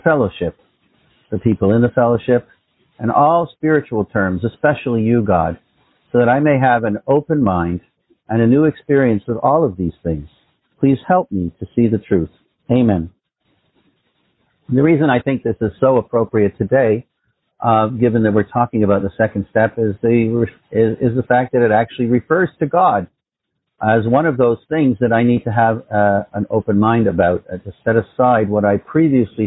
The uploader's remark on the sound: Phone Meeting Workshop